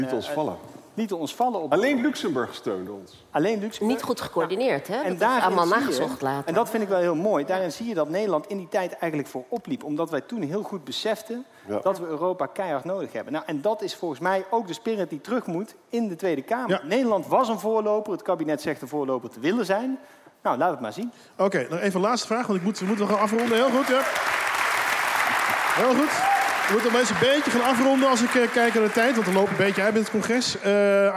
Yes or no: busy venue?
yes